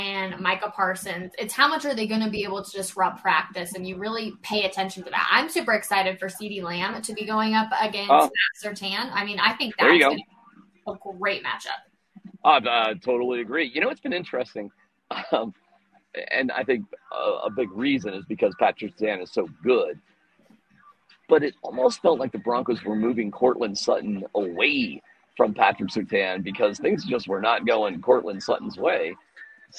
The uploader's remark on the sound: The Cowboys are in town! Live from UC Health Training Center as the joint practice gets rolling!